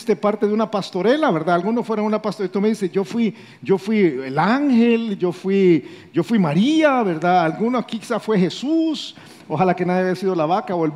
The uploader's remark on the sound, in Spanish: Grabado en vivo desde Campus Miralvalle, San Salvador.